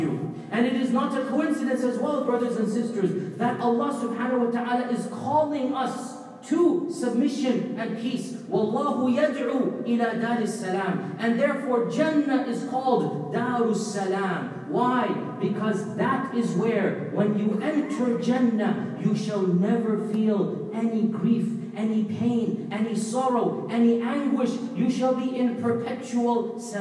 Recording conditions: large echoing room